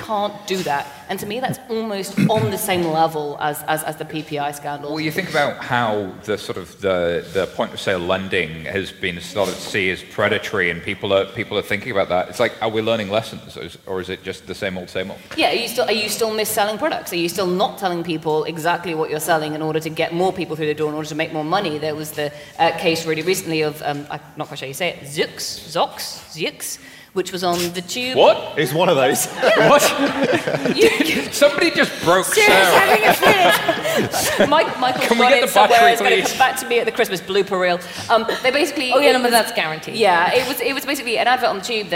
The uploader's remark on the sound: Recorded live in London